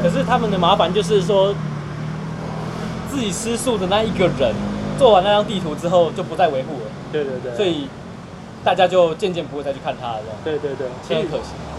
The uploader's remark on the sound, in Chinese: 錄音地點：Chen Coffee